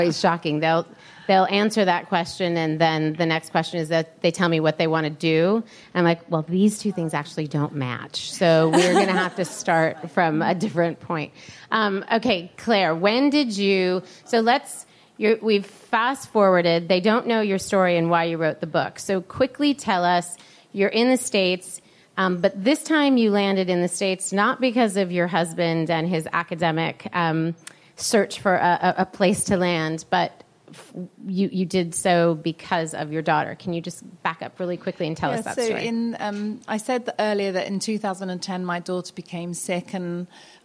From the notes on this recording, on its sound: Our second live LIBERTY Sessions event from the Santa Monica WeWork offices